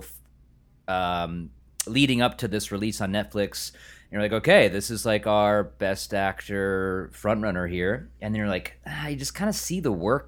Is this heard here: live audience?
no